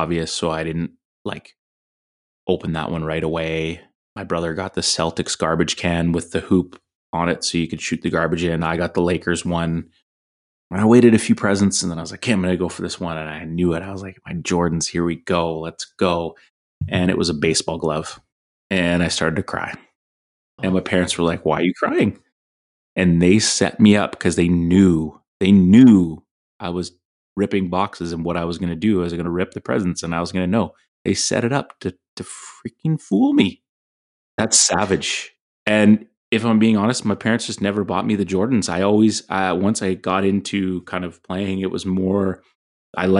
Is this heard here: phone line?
no